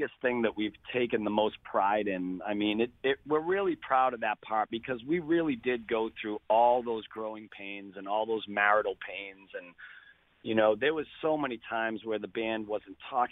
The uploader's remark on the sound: He called in today